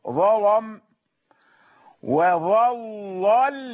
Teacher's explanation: عندك لامان واحدة مفخمة والثانية مرققة، لا تعطيهما حكما واحدا